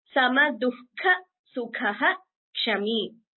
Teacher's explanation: So there the visarga is followed by ksha, and whenever the visarga is followed by ksha, then it is pronounced fully